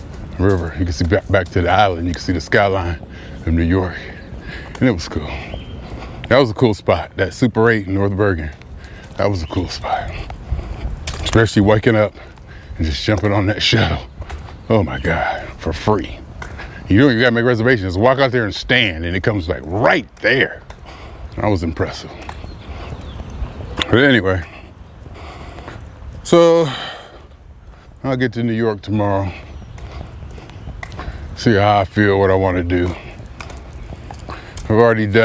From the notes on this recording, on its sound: Me Walking Talking. As I Prepare Myself For The Flight.